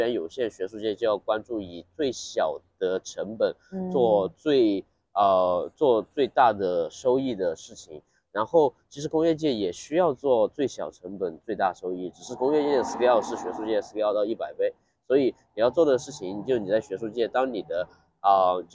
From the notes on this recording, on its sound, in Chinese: 在ICML 2023 International Conference on Machine Learning, 国际机器学习大会 的现场录制的。这次在室外录制，嘉宾还在生病，不免有些杂音。